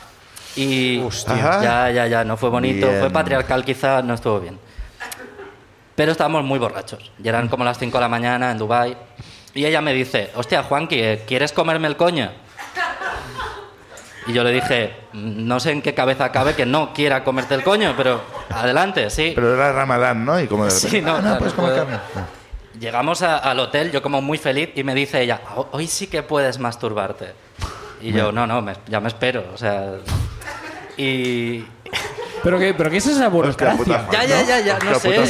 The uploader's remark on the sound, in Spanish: Vuelven a Barcelona. El público también nos cuenta sus ruinas.